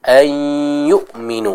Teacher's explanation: Yaitu kita masuk kepada huruf ya dan ditahan dulu ya, jangan langsung dilepas · Term: idgham bi gunnah